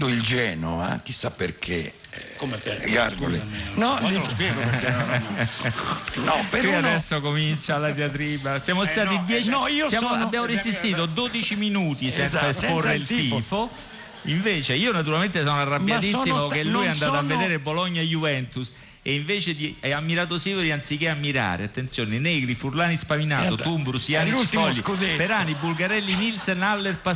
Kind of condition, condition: setting, busy venue